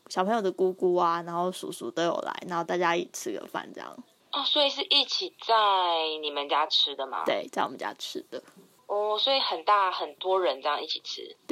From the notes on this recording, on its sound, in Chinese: 第一次嘗試電話錄音，希望音質不會太糟